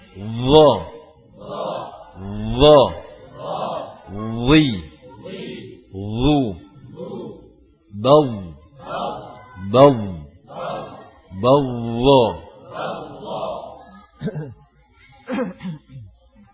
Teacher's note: Jadi diangkat lidah bagian belakangnya dan sebagian besar ya, permukaan lidahnya merapat ke langit-langit bagian atas.